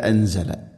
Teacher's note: അൻസല സാക്കിന നൂന് ശേഷം സ, ഇഖ്ഫാവും ബിഗുന്ന അവ്യക്തമാക്കി മണിക്കണം